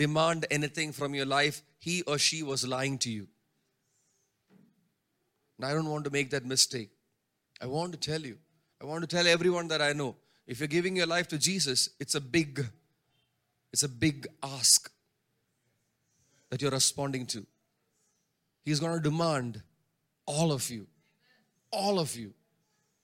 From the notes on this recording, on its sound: preached at Sunday Service on 14 May 2023 at Revelation Church